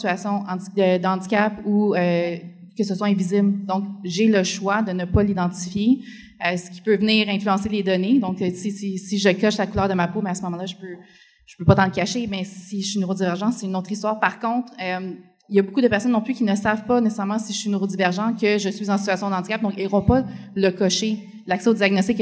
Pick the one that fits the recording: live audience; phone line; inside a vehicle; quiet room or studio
live audience